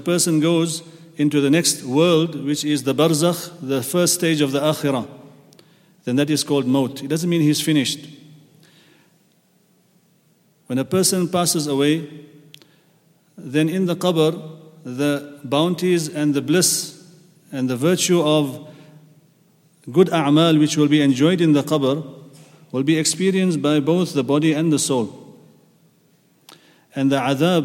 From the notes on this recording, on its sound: at the Houghton Masjid (West Street)